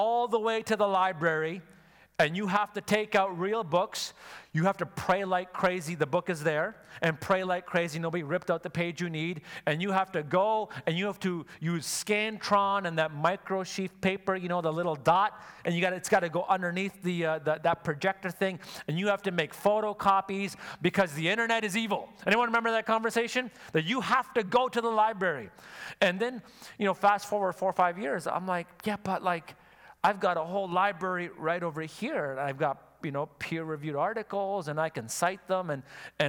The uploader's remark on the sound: Sunday Service live broadcast